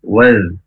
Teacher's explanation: zal yang ada titiknya itu tidak boleh nempel ujung lidah ke ujung gigi atas, ya, waz, dan juga tidak boleh sampai mantul.